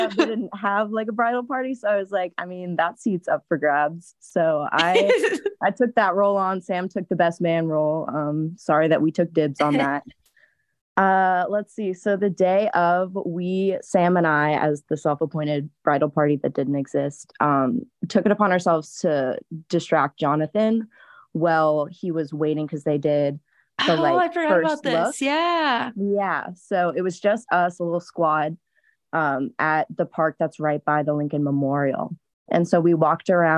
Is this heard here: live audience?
no